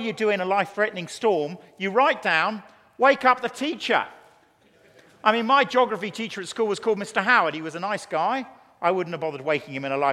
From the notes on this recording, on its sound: teaches a Keynote Session at FG11